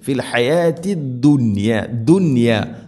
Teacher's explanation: നോക്കൂ, ഇവിടെ സാക്കിന നൂന് ശേഷം യാ വരുമ്പോൾ ശരിക്കും ഇവിടെ ഇദ്ഗാം ബിഗുന്നയാണ്, അതേസമയം ദുനിയ എന്നത് ഒറ്റ പദത്തിലാണ് നൂനും യാ ഉള്ളത്, അതുകൊണ്ട് അവിടെ ഇദ്ഹാറാണ് ചെയ്യുക, വെളിവാക്കി ഉച്ചരിക്കണം, മണിക്കരുത്